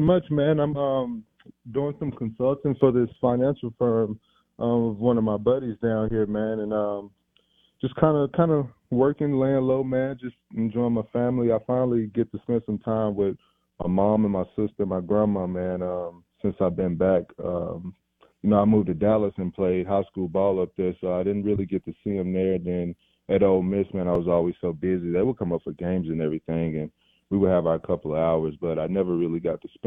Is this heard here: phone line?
yes